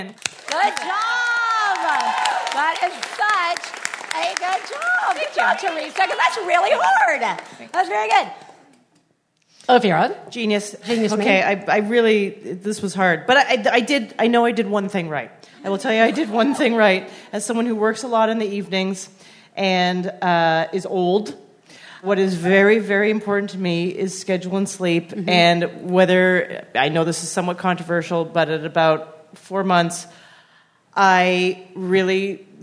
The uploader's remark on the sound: One Bad Mother is live from The Bell House in Brooklyn this week!